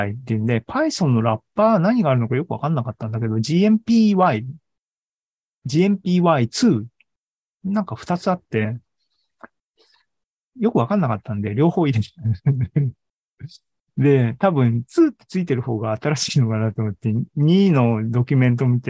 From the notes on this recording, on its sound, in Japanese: ２０２２年１０月２６日に開催した ZOOMライブの模様です